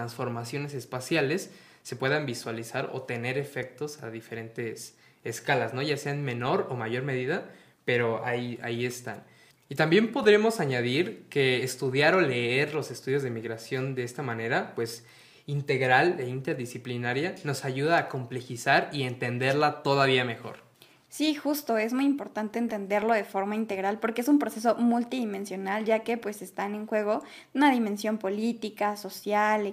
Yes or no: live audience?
no